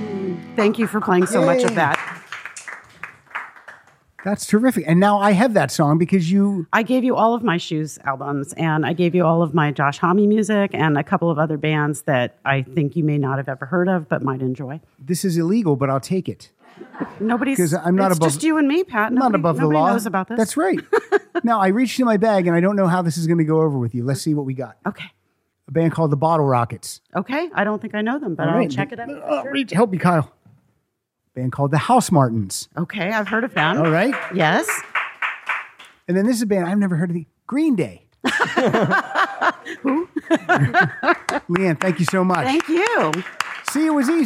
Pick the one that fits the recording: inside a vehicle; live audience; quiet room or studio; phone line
live audience